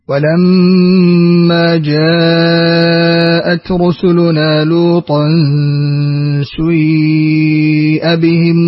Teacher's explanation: قرأ نافع وابن عامر والكسائي بإشمام كسرة السين ضم